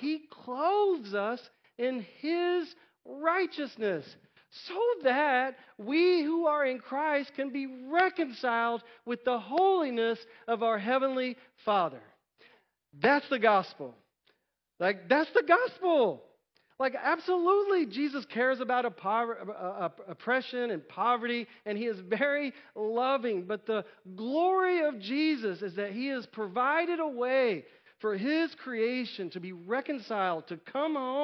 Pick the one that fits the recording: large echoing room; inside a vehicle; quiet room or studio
large echoing room